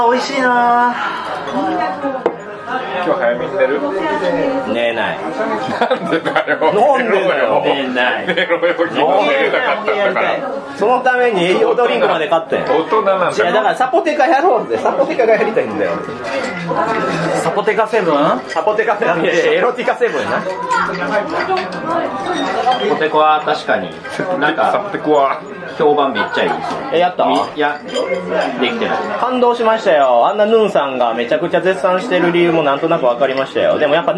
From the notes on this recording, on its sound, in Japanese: 店内収録のため、騒音雑音が激しく入っております。